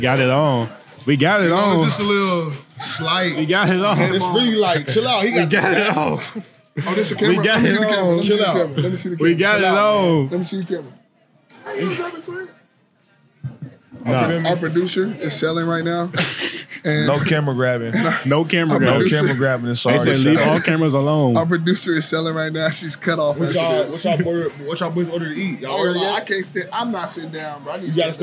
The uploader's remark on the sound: Recorded at Eskimo Joe's on Monday, January 15, 2024.